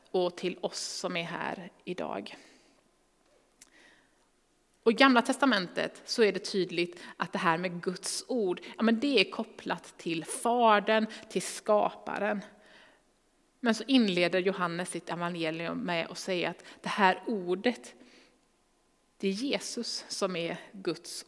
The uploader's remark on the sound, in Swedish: Inspelning från Immanuelskyrkan Skövde.